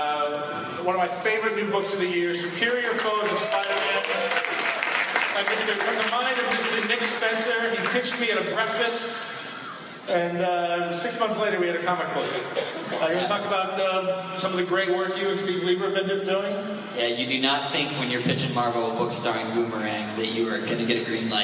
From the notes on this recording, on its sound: Superior Spider-Talk #17: NYCC ’13 and the Superior Spider-Man and Friends Panel. Exclusive audio from the Superior Spider-Man and Friends panel with commentary.